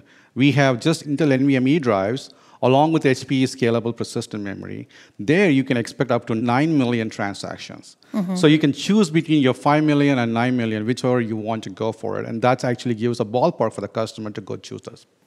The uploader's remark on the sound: live from HPE Discover 2017 in Madrid